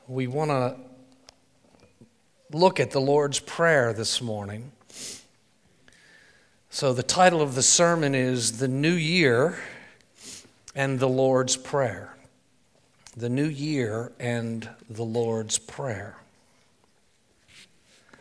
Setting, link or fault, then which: setting, large echoing room